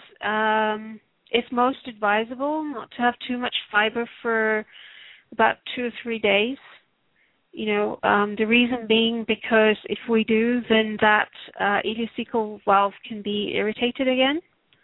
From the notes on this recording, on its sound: Takes your calls for healing live today!